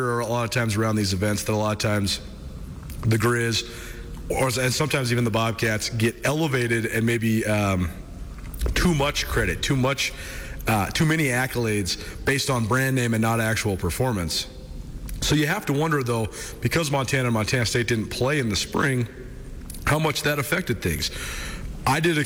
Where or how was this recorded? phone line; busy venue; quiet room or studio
busy venue